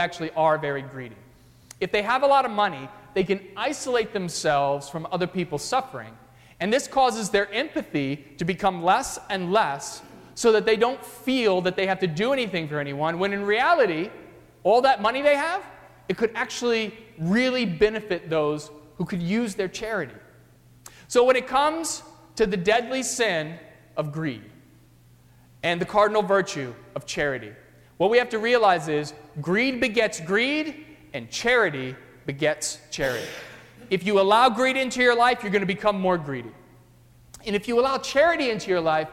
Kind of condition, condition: setting, large echoing room